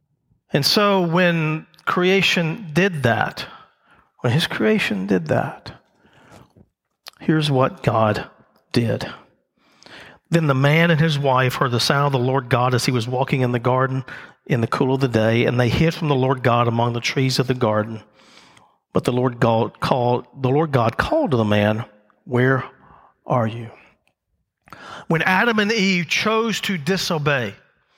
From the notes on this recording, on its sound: The message recorded live at Covenant.